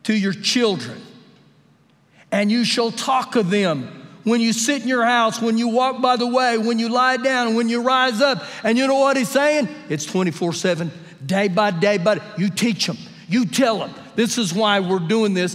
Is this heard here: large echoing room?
yes